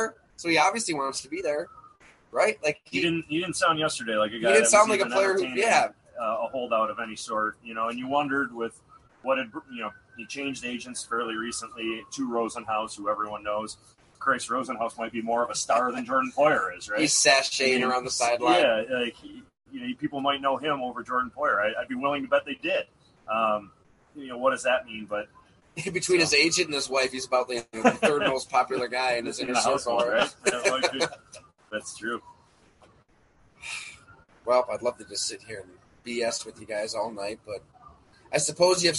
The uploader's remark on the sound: Live from Genesee Brewery. Live from majestic Genesee Brewery in downtown Rochester -- following Day 2 of Bills training camp.